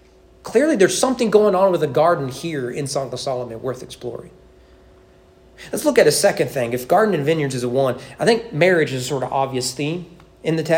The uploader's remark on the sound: Sermon preached at East Frankfort Baptist Church on September 3, 2023 during evening worship.